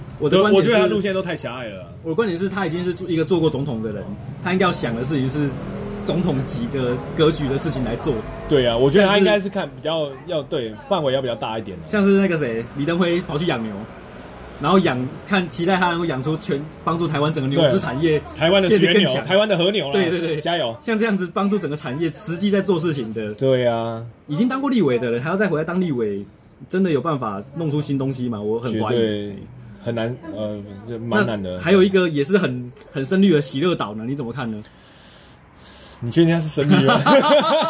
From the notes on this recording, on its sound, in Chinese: 錄音地點：牽咖啡 Chen Coffee